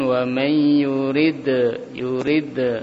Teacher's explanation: Kemudian di sini ada dal yang disukun, wa may yurid, yurid, ada pantulan di situ karena dia kol-kolah